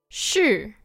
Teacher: That word started high and finished low. That's the fourth tone.